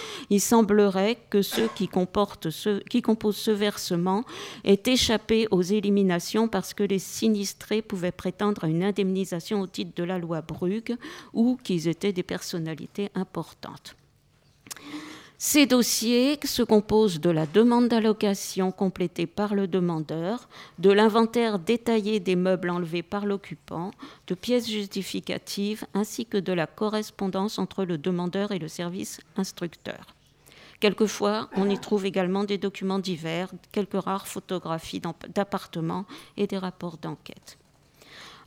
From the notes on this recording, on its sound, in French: Archives nationales, enregistrée le 2 juin 2016 dans le cadre du colloque « Patrimoines spoliés. Regards croisés France – Allemagne ».